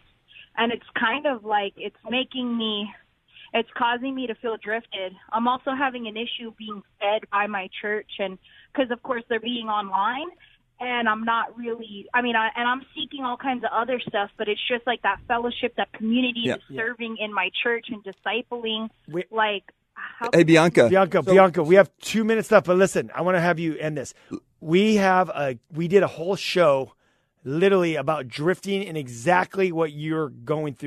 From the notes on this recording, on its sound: Taking Live Calls